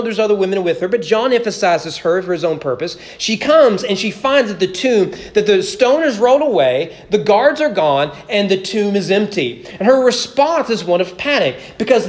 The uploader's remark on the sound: Sermon preached at East Frankfort Baptist Church on June 12, 2022 during morning worship.